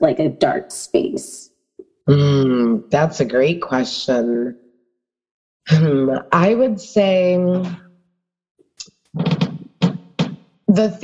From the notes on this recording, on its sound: Episode was recorded on zoom. Sound quality may be better with earbuds.